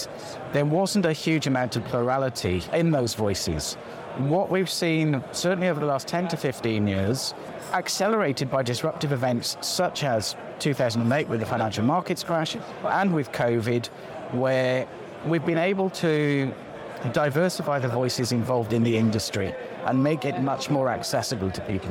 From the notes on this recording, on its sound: live from FIX Trading Community EMEA Trading Conference